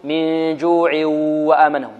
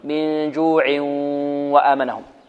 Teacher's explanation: والإدغام بغنة هذا الحقيقة فيه خطأ عند الطلاب، وهو أنهم يدغمون النون والتنوين في الواو ويخرجون صوتا من الفم فقط، لا يأتون بالغنة من الخيشوم · Shown in: second take · مع أنه إدغام بغنة، والغنة هي صوت في الخيشوم، من الخيشوم، يخرج من الخيشوم أو من الأنف هكذا.